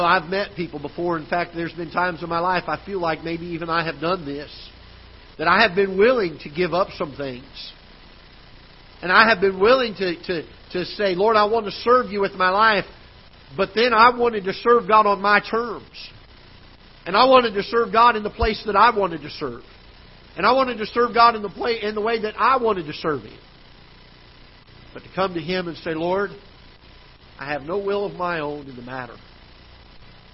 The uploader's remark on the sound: Ketha Heights Baptist Church ~ Live Broadcast